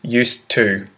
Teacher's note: It's just used to. One consonant in the middle there.